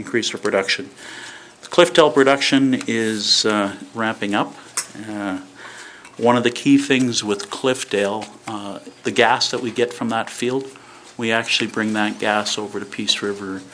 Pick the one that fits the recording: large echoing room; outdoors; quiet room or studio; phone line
large echoing room